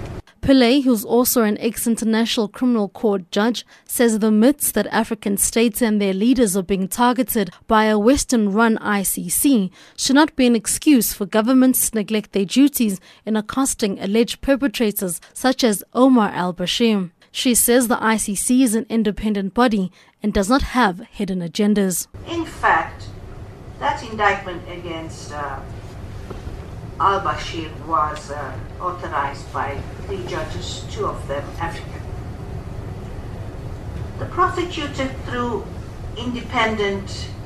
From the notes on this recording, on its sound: Speaking at opening at this year's Public Interest Law Gathering conference at Wits University last night.